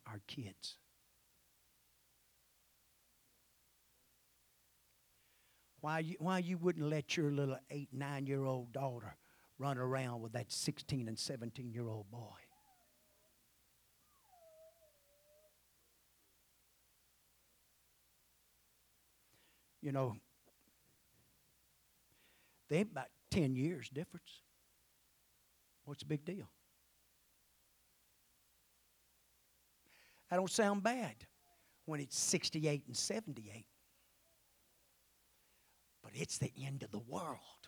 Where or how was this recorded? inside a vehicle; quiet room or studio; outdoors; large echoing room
large echoing room